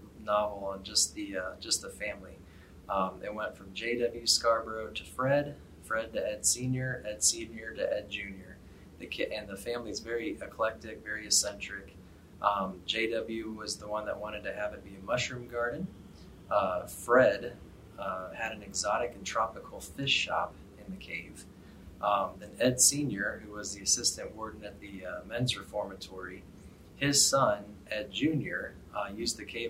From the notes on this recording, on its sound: lecture series at the Center for Great Plains Studies.